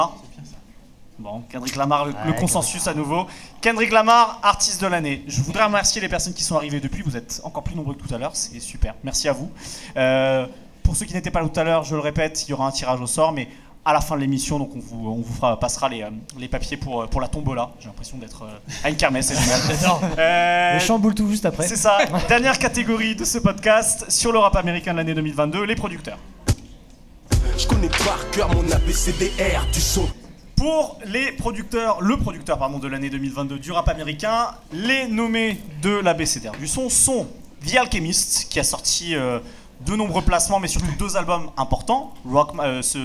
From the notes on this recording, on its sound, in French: Un podcast enregistré en public le 20 décembre 2022 à l’Union de la Jeunesse Internationale (75018).